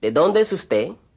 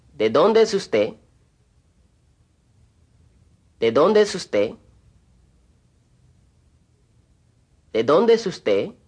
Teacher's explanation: Notice how the E in ¿dónde? And the E in ¿es? Run together.